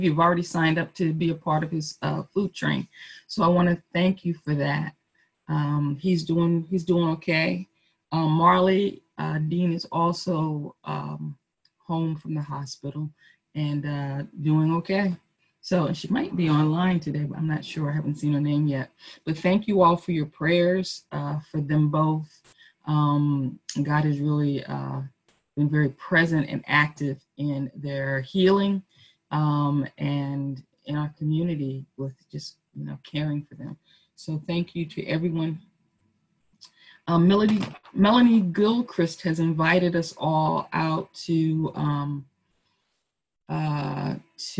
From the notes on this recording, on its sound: Our zoom streamed service